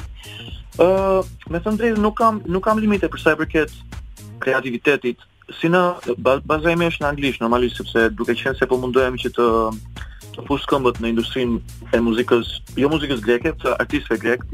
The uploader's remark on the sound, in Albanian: Në një lidhje telefonike në emisionin Lancio.